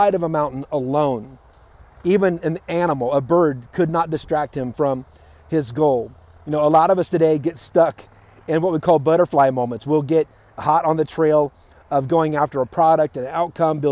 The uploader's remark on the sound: Live from Yosemite National Park